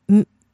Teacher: What happened to the N? In this case, N drops.